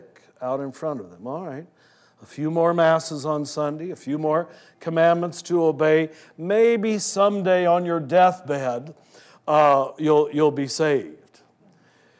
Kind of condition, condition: setting, live audience